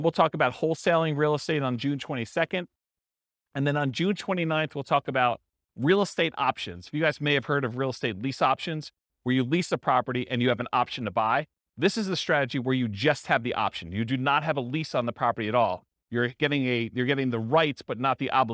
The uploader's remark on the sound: This was a live class recorded.